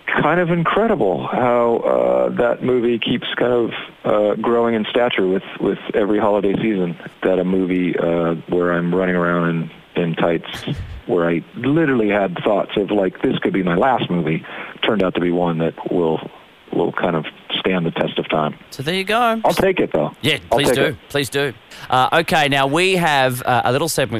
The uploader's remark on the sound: called in to chat